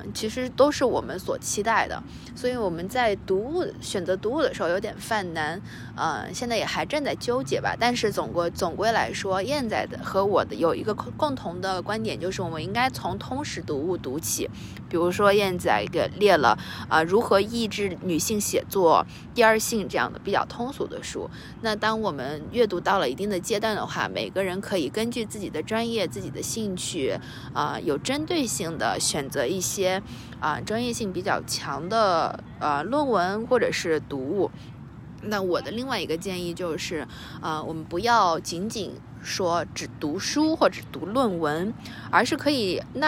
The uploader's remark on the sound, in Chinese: 这一集是在学校里草坪上坐着录制的，你可能会听到比较大的风声，不好意思啦。